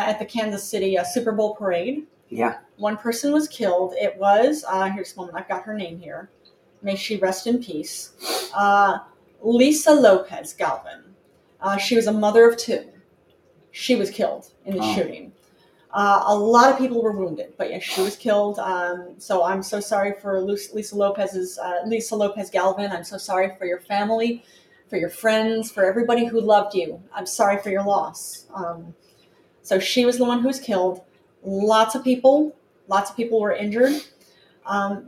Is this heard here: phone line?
no